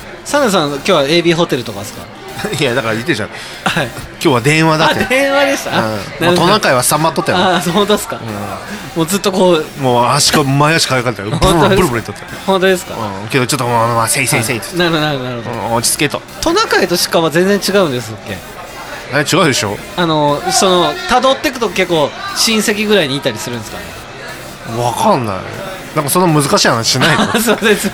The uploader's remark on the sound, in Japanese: 今回は、東海市大田町にある英国パブブービーズにて収録！